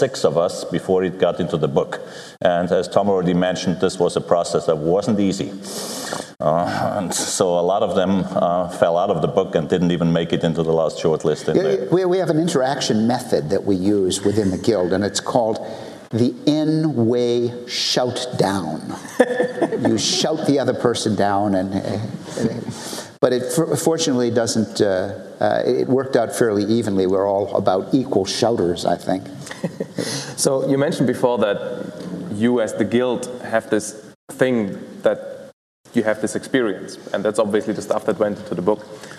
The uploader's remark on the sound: This is a session recorded live at OOP 2009 .